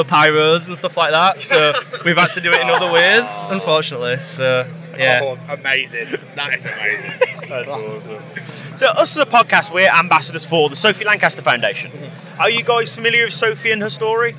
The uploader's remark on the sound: From our 'Live from Bloodstock 2023' series.